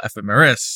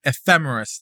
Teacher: ephemeris with the stress on the fe seems to be the most common way of saying it · Shown in: second take